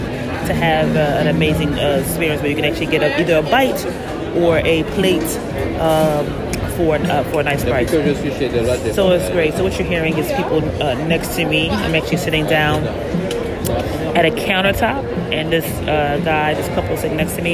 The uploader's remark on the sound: Phenomenal Eats on location at an amazing Gastronomic Experience, Time Out in Montreal. On location in Canada enjoying an amazing food market, Time Out.